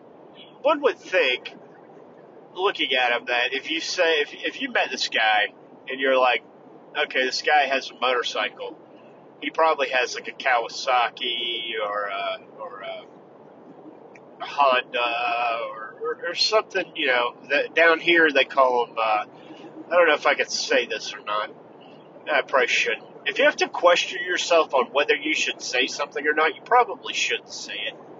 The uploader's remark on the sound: In the Car